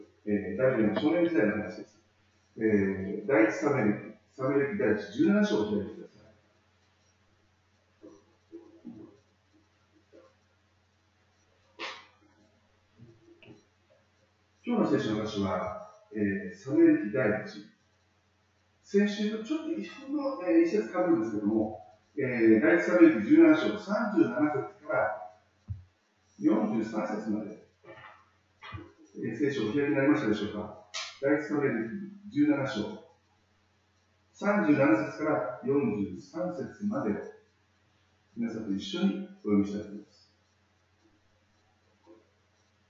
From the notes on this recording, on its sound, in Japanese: 町田純福音教会礼拝メッセージ。今回の礼拝は、機材トラブルにより音質がかなり悪くなっています。